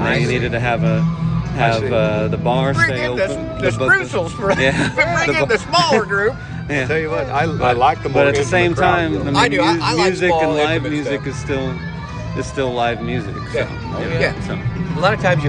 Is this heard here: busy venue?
yes